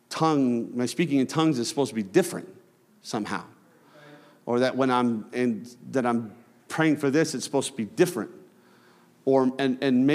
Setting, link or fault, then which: setting, large echoing room